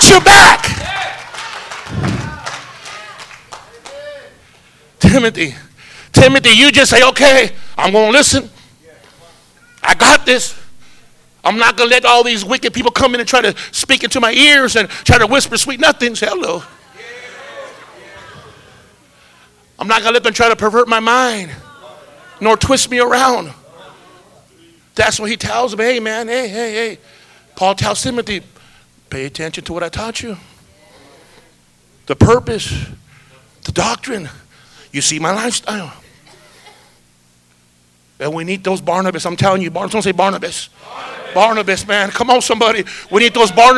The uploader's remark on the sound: This is the sixth sermon preached at our Harvest Time Conference.